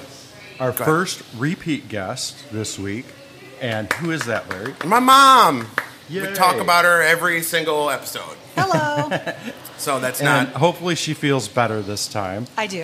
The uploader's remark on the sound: An Afternoon at Viking Artisan Ales. We sat down on location at Viking and sampled all of their brews!